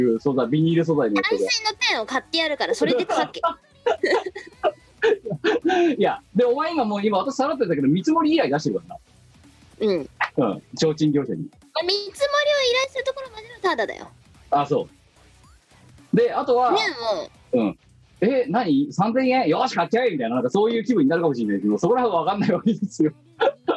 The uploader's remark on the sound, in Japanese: 本番組はリモート収録です。収録時環境の影響により、聴き取り辛い部分があります。